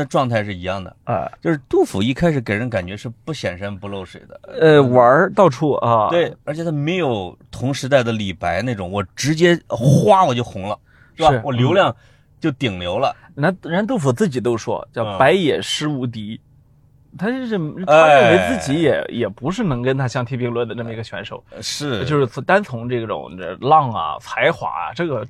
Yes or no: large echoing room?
no